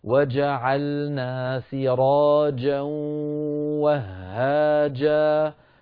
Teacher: الجيم أحيانا تخرج معك رخوة، وجعلنا سراجا وهاجا، جعلنا فيها جيم، سراجا فيها جيم، وهاجا فيها جيم. انتبه إلى هذه الجيمات أن تأتي بها كلها صوتها محبوس، هذا معنى الشدة. الشدة انحباس الصوت، انغلاق المخرج.